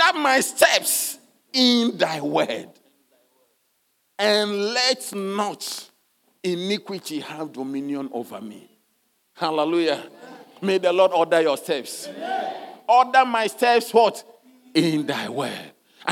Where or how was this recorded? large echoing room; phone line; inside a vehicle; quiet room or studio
large echoing room